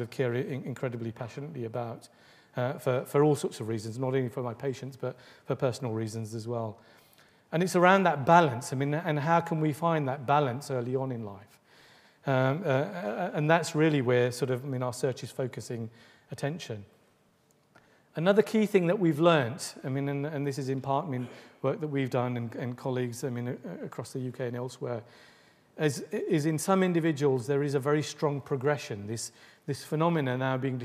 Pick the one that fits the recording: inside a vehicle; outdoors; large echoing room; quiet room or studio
large echoing room